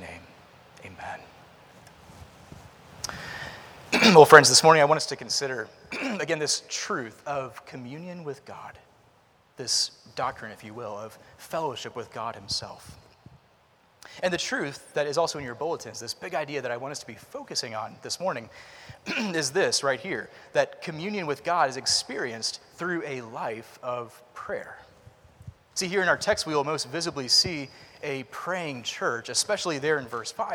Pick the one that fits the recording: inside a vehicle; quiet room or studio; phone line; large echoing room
large echoing room